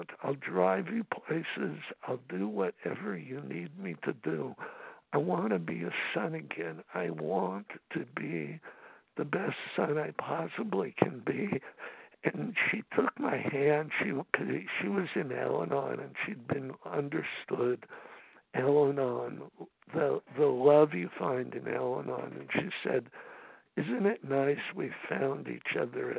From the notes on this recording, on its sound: from the 100 Pounders Phone Meeting, 8/27/23.